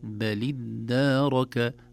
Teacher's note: مثل هذه الأشياء نقول هذه الكلمة أولها همزة وصل وقبلها لام ساكنة، لكن تحركت التقاء الساكنين أصبحت بل الدارك، والدال مشددة ممدودة بالألف القصيرة التي بعدها